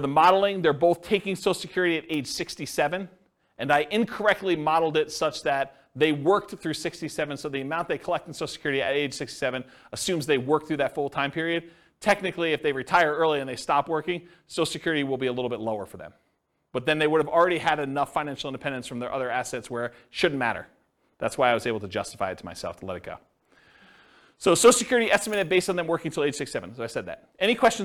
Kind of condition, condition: setting, live audience